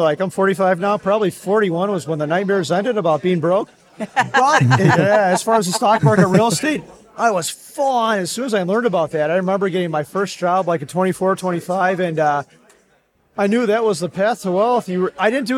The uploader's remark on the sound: LIVE at FinCon